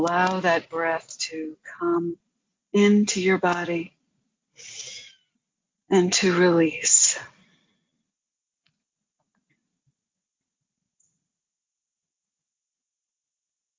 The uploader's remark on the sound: Due to some technical difficulties, you may hear some disconnection issues.